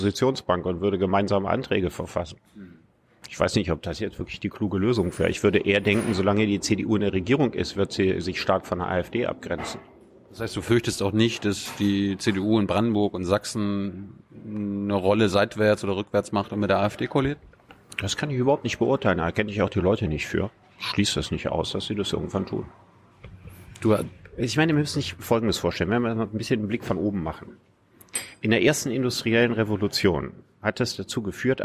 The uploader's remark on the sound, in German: Juli in der Berliner Buchhandlung "Ocelot" aufgezeichnet.